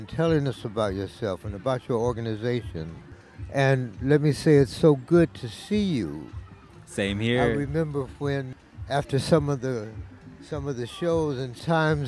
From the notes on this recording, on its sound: Malcolm X Jazz Arts Festival. Interviews recorded at the festival by First Voice apprentices. Live music performances recorded at the festival.